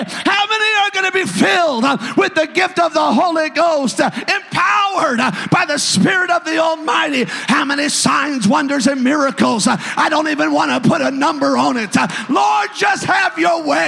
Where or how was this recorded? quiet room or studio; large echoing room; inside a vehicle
large echoing room